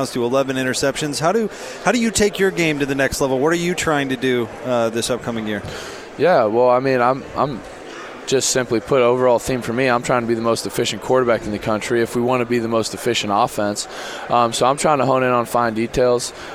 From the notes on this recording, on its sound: live from PAC 12 Media Day